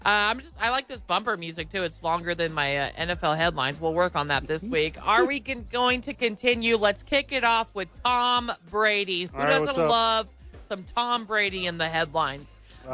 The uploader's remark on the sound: live from ABQ AXE